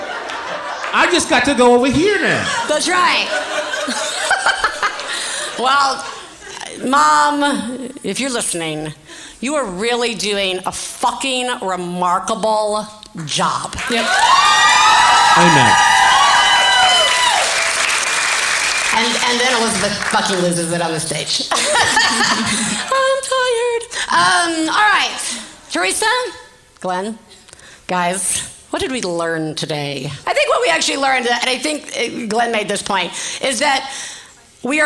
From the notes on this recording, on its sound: Live From San Francisco! Our live show from San Francisco (May 2017).